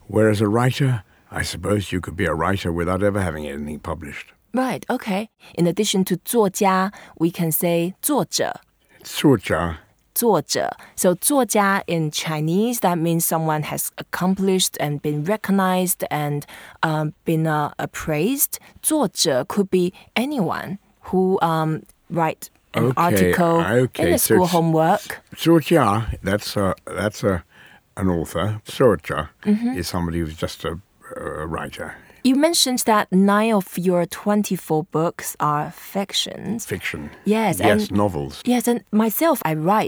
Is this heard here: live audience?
no